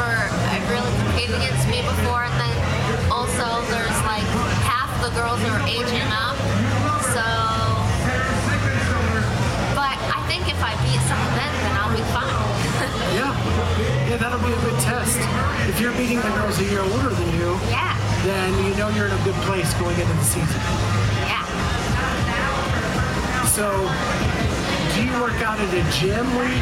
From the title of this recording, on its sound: Clydesdale Media Live at Wodapalooza!